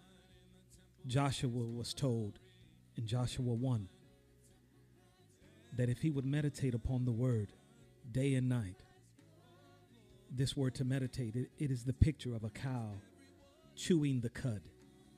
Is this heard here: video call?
no